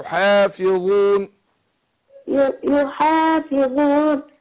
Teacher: ارقق الالف عشان الحاء